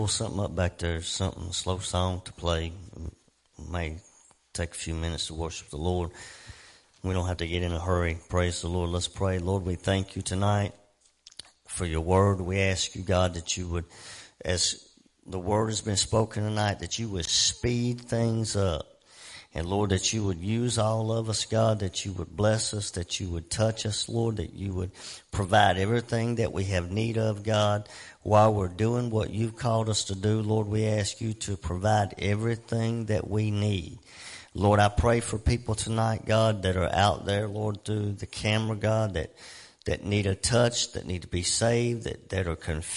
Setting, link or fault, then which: setting, large echoing room